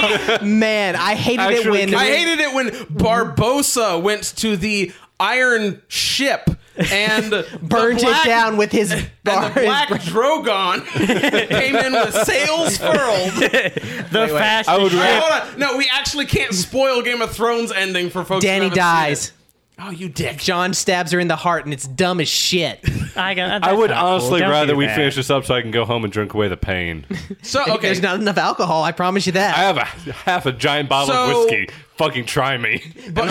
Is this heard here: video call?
no